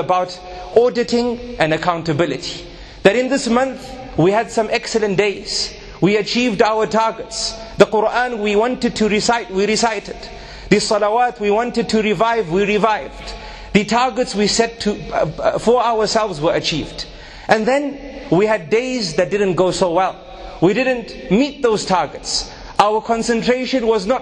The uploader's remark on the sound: A 20 minute lecture delivered at Masjid alFalaah in Harare Zimbabwe